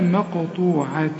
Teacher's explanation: القاف هنا حنقلقلها لأنها عليها سكون، كل قاف عليها سكون قلقلها في القرآن.